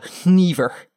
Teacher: If you don't voice a nasal, you end up with Icelandic-type sounds that have literally it's just a breath.